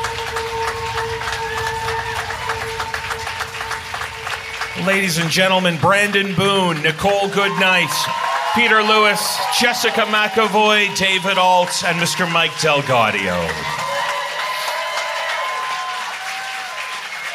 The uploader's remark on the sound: The performance of Sleepless Live at the Highline Ballroom in New York City on March 3, 2017. Sleepless Live in NYC. This special bonus episode features the performance of Sleepless Live at the Highline Ballroom in New York City.